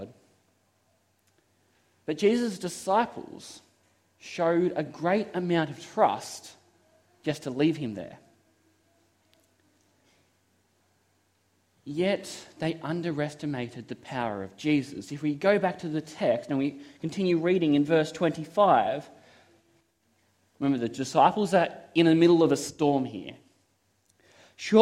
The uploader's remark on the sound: This is a sermon I preached at Toronto SDA Church.